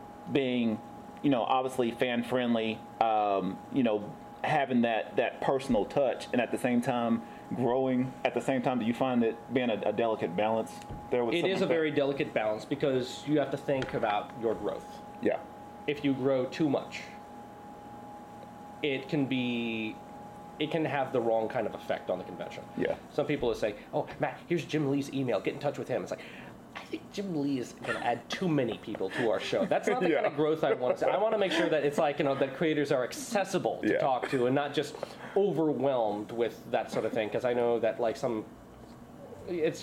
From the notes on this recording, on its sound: Recorded at Panels Coffee and Comics in Oceanside